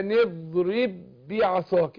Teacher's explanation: على ان الاولى ادغمت في الثانية بقوا بايه؟ باء واحدة مشددة